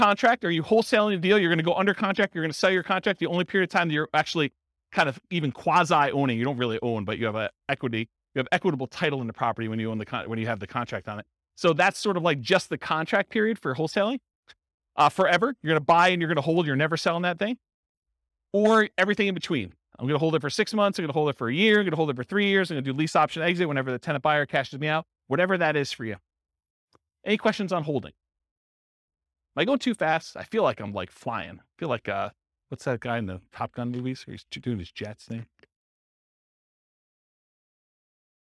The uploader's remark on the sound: This was a live class recorded